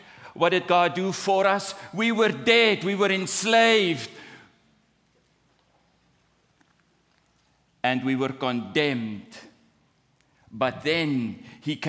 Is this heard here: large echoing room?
yes